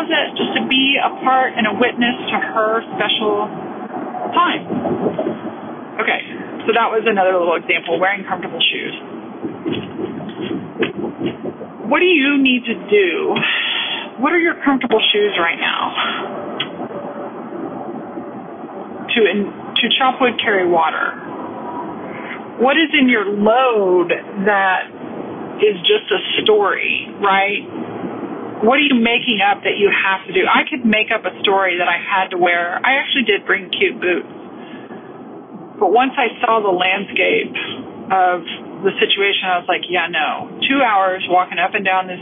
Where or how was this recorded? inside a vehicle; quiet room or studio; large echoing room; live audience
inside a vehicle